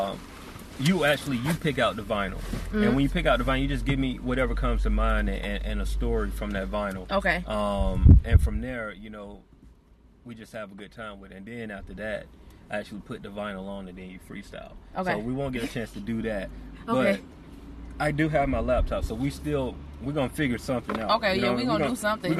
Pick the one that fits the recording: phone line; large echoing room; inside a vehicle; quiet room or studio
inside a vehicle